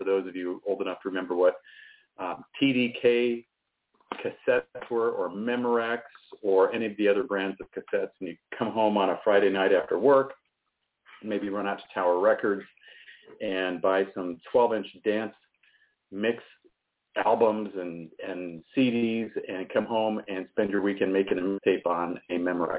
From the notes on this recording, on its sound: TONIGHT IS A CALL IN SHOW IN THE SECOND HALF. May even take some listener calls.